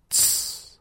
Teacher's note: 这个音呢主要就是开始的时候是 t 的口型，然后呢是从 s 出来